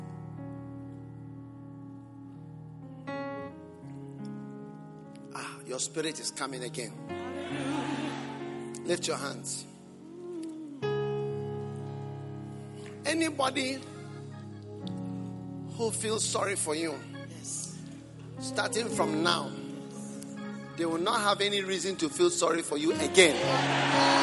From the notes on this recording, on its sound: Preached at the Prophetic Encounter Service.